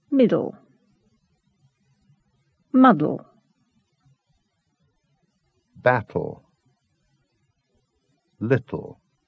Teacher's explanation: T or D followed by syllabic L